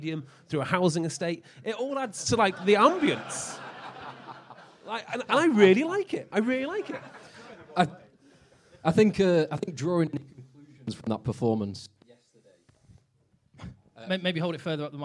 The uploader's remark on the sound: LIVE SHOW at TWICKENHAM. Headed to Twickenham for a pre World-Cup Live Show at Podcast Live at the home of rugby.